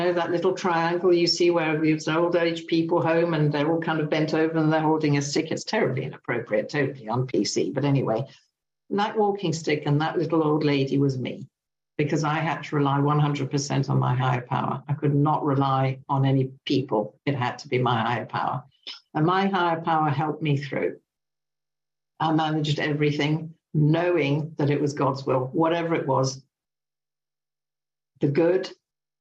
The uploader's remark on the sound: From Battle in the United Kingdom. Meeting held on zoom by the Magical Mystery Tour group.